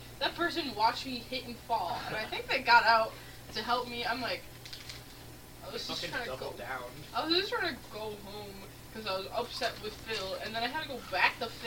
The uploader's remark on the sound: Chaos ensues as glass shatters, microphone settings are outta wack, and the wii keeps crashing. Sorry for the audio quality for most of the episode.